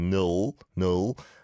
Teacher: I think it sounded a bit more like a dark L